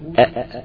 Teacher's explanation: أقصى الحلق، منطقة الأوتار الصوتية · Term: الهمزة